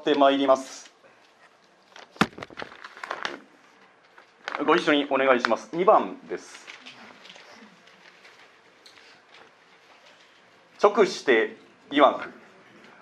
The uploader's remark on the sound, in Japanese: 講演録音